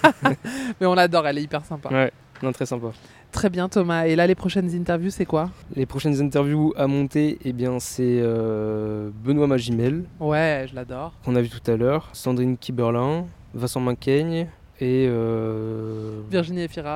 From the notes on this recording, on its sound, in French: En direct de Cannes ! Vous fait vivre le festival en direct de la Croisette, avec beaucoup de nuits courtes, des guest stars hollywoodiennes, et des interviews improvisées !